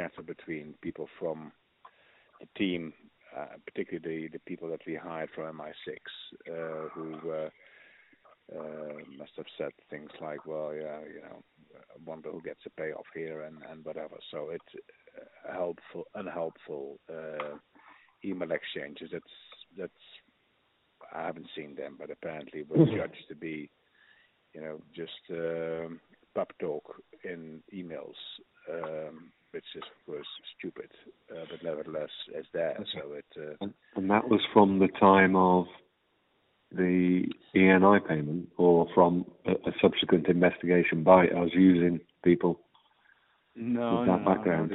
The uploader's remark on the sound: Full phone call.